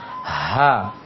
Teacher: Kalau yang terakhir ini, ha di tenggorokan bawah, ditiupkan keluar anginnya. · Term: ha tenggorokan bawah